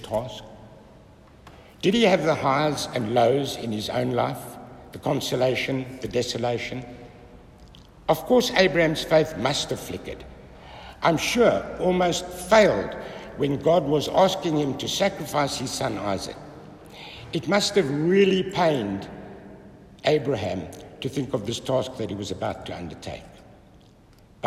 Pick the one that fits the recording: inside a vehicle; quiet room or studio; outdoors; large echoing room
large echoing room